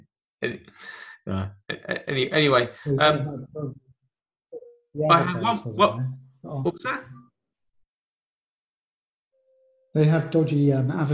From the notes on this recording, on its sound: Lockdown Special. The special bit is that we've worked out how to record over the internet so expect more episodes very soon.